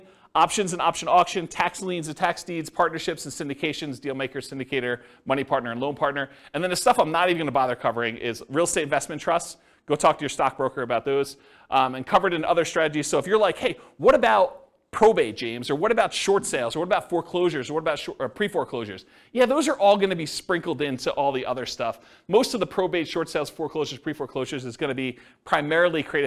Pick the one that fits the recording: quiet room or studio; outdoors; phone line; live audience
live audience